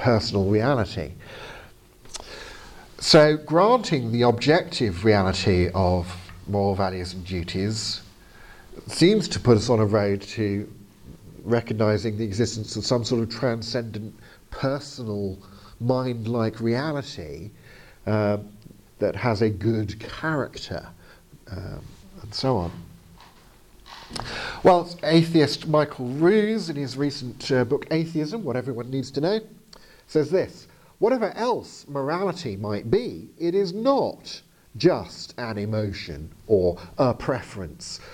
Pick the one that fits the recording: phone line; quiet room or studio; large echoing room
large echoing room